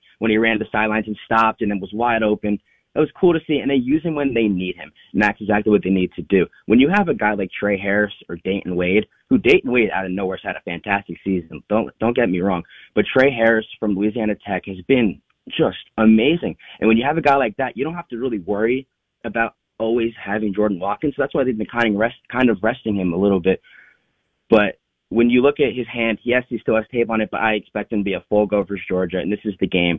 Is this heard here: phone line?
yes